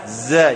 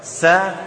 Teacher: Kalau zai ada sifat jahar, kalau sin ada sifat apa? Sifat hamas.